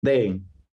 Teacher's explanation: So Dayton, you don't hear the T. · We pronounce it day, glottal stop, like we were English.